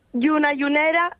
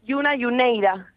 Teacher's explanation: Meten ahí ese diptongo entre la E y la I. · Shown in: second take · Term: diptongos decrecientes